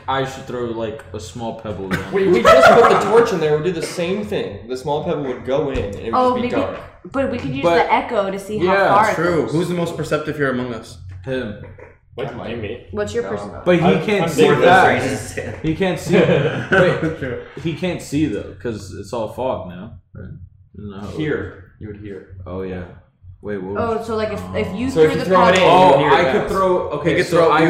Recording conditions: poor sound quality